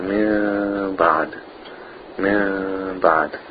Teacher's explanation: And remember, we keep a little bit of space between the lips, like a seed. Or some scholars, they just put the lips very lightly together, and we elongated two harakas, two beats. So when we say min ba'd, it comes out min ba'd, like this. · Term: ikhfa